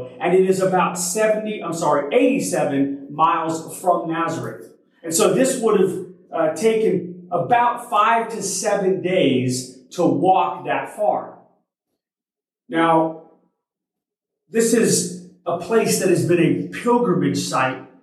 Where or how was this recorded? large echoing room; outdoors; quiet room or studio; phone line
large echoing room